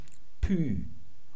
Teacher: das Phi, wird als behauchtes P gesprochen